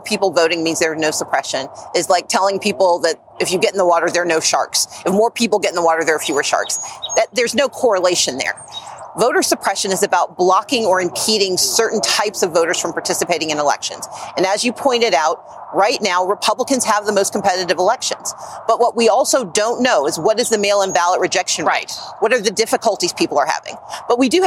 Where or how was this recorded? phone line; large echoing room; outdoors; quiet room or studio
outdoors